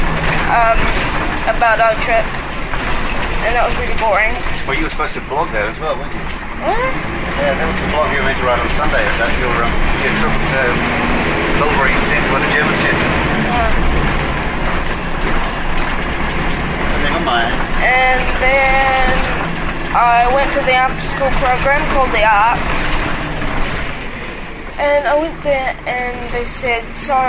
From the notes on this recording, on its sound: This buscast was recorded on quite possibly the loudest and rattliest bus on the circuit – and there is a short comfort stop.